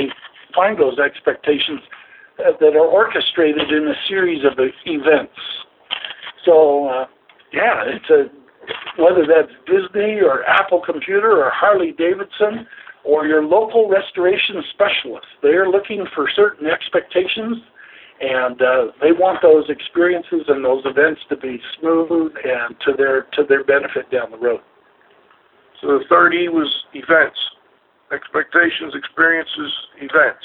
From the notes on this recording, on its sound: As we broadcast live from the Stark Campus of Kent State University. Do a live show from the summit.